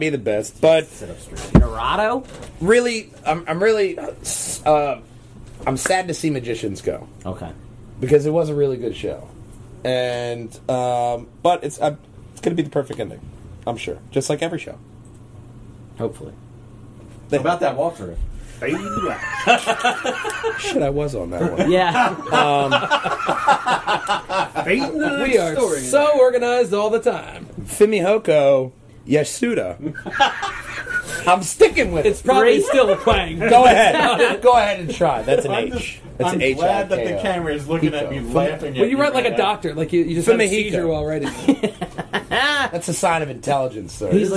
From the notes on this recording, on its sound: we joined together at the Game'n DVD Exchange to do a live podcast